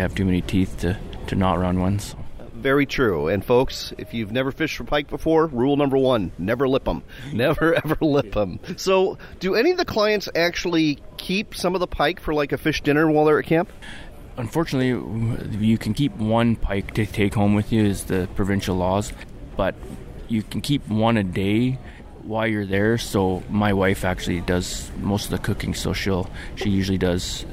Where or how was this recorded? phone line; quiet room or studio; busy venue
busy venue